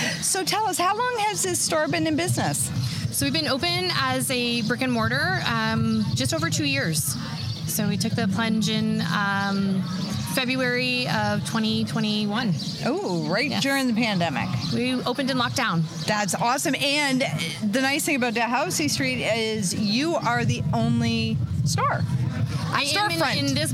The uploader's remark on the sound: Terra Green Gardens Store in Amherstburg, Ontario. Today I sat down in the street outside the store during Open Air. It was great to be out amongst the people enjoying the sunny summer day.